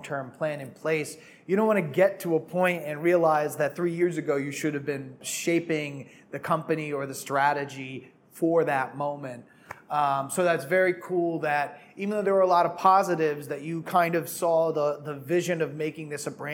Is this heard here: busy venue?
yes